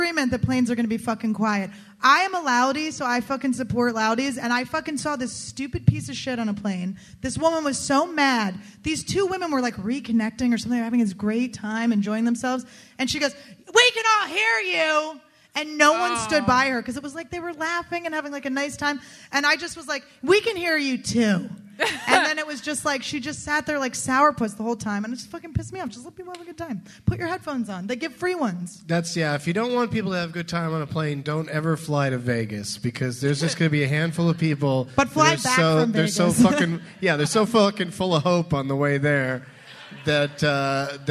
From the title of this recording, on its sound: LIVE FROM BUMBERSHOOT